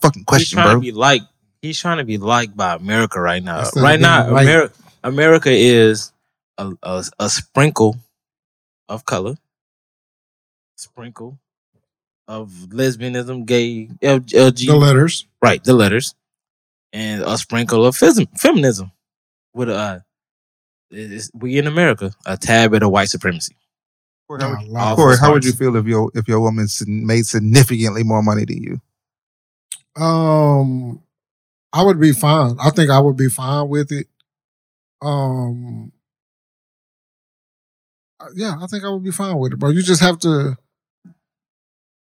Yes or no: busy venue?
no